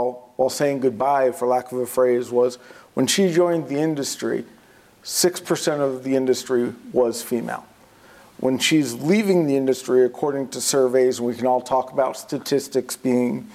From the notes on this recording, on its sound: Live From InfoComm 2022.